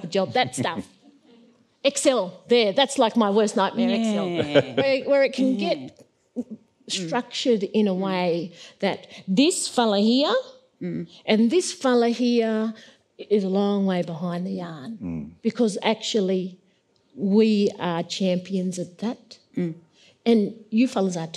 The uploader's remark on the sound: Antidote 2022. This event was recorded live at the Sydney Opera House.